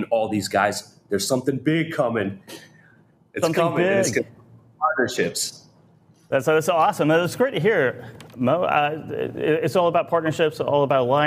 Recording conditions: busy venue